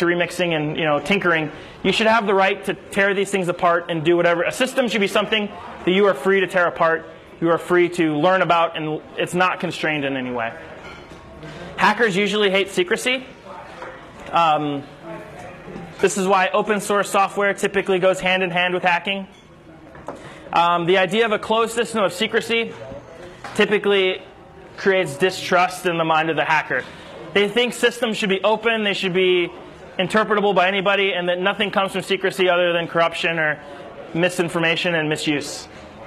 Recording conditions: busy venue